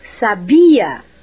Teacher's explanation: Sabia, com a sílaba tônica na segunda sílaba, é do verbo saber.